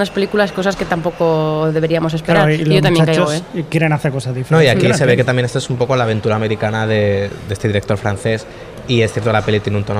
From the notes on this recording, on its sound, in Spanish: Festival de Sitges 2012. Hemos querido grabar el podcast desde el mismo festival y este año lo hemos hecho desde el hall del hotel Meliá Sitges, justo al ladito del auditori.